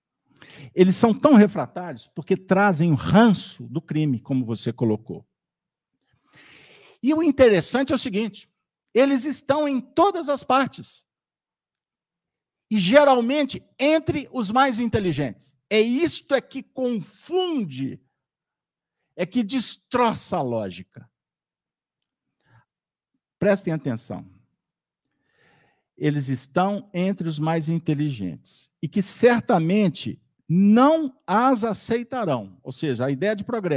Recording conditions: live audience